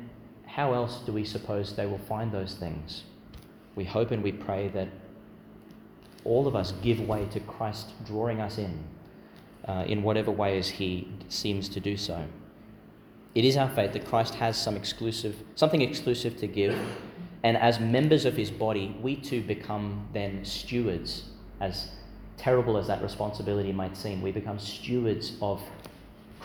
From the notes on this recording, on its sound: delivered in Mary Immaculate Church, Emu Park, Qld.